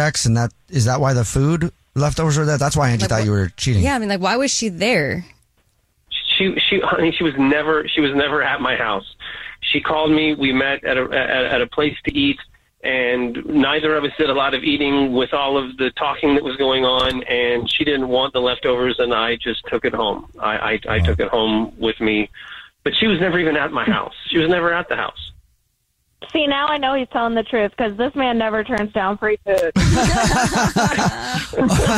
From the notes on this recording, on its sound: We have a woman on the phone.